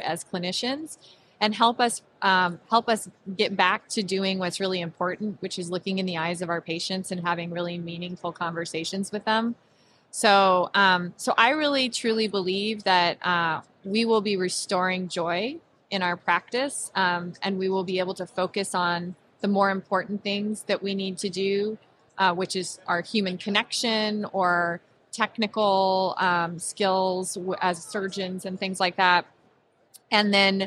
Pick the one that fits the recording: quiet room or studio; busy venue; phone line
busy venue